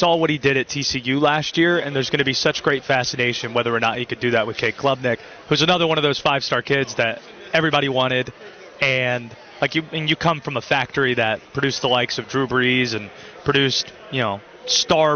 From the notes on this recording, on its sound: Live From ACC Kick-Off. Gets off the bus live at ACC Kick-Off.